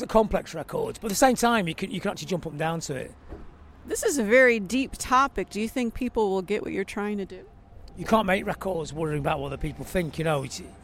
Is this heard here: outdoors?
yes